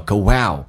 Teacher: go 跟 out 元音跟元音之间有连音，加个 what 在里面